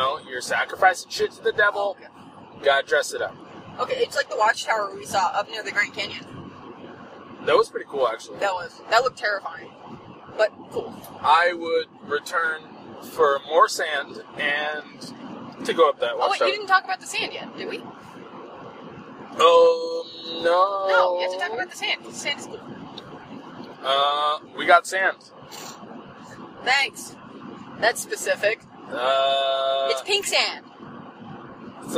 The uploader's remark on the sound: My better half and I record while driving to Utah.